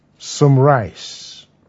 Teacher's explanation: Unstressed some with a non-count or mass noun, rice. Observe that some is not stressed in this context.